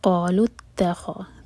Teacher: تا لائٹ، خو ہیوی، ذال لائٹ. قَالُوا اتَّخَذَ اللَّهُ، ذال کو ہیوی نہیں ہونے دینا، لام جلالہ ہیوی ہوگا.